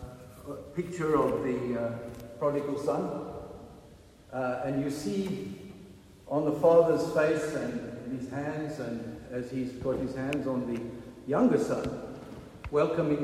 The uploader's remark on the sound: Recorded at the 9:30am service on Sunday 21st May 2023